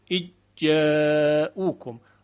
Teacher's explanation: ذال در تلفظ دیگه شنیده نمیشه پس از ادغام و یک جیم مشدد ما خواهیم شنید